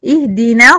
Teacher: بقى من اولها، اهدي دي اكسر حلو، نا مرققه، اهدينا صي بدخل من النون المرققه على الصاد المفخمه